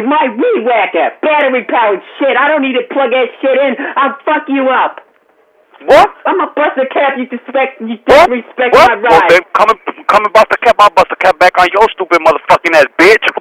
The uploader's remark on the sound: Prank Phone Calls